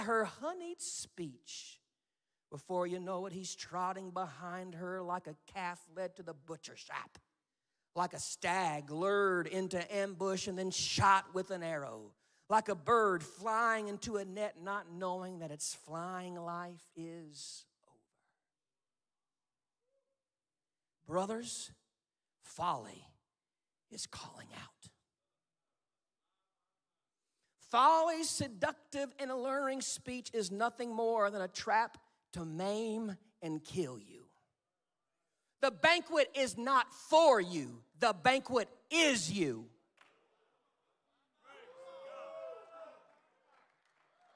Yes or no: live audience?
yes